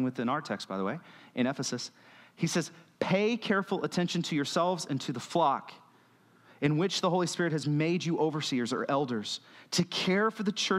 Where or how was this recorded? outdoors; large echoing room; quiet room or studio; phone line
large echoing room